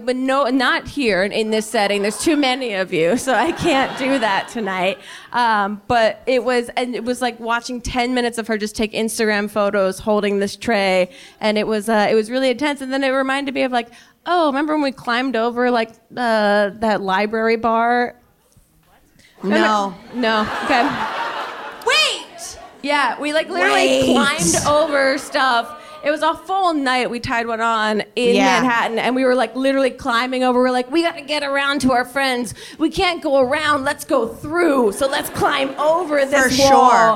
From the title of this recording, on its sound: Live in Brooklyn